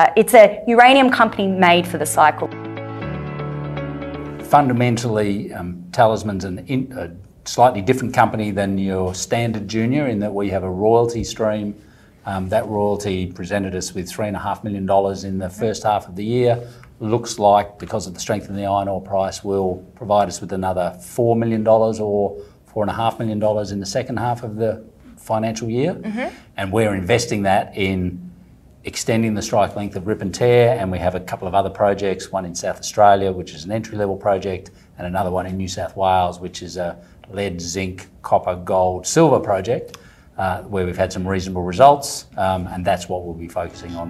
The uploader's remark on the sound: live from Resources Rising Star